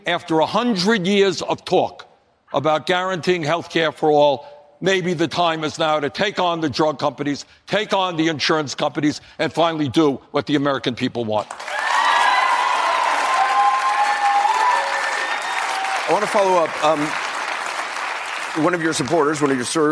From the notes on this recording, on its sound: a live town hall